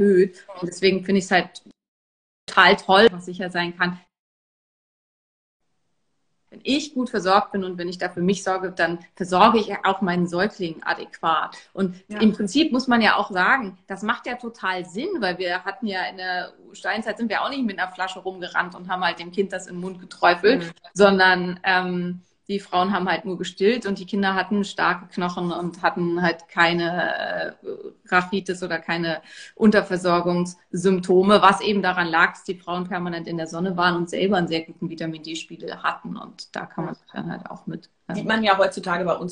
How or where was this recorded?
video call